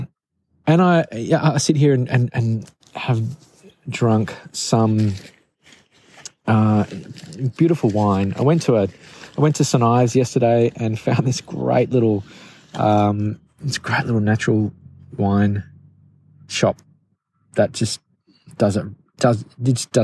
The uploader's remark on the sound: I recorded this episode directly into my phone in the middle of a beautiful forest in the Luxulyan Valley in Cornwall. There was no mic so the sound might be a bit dodgy.